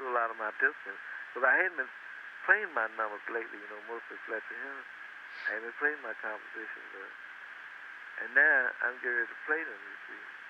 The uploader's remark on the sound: September 1985 phone call